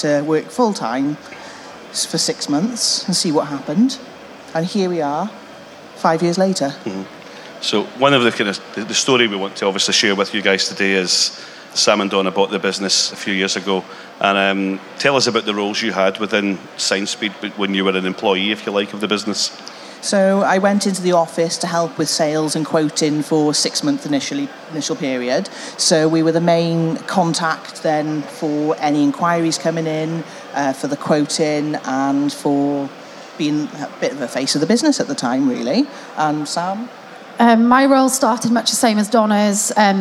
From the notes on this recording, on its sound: LIVE from The Print Show 2023. Experience a live recording of the industry’s trailblazing podcast at The Print Show 2023.